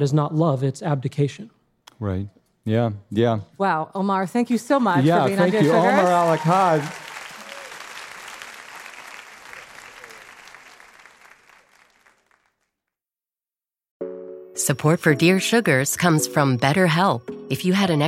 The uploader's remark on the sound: Dear Sugars returns to Portland, Oregon, for another raucous and uplifting live show. Ask the audience.